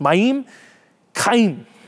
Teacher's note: in Hebrew, the emphasis is on the second syllable